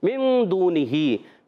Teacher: मिन दून ही मिन में नू साइबा दाल उर्फ इख्फा में से इख्फा कायदा होगा, इख्फा करेंगे, आवाज़ नाक में ले जाएंगे और नून को छुपाएंगे, एक अलिफ का गुन्ना करेंगे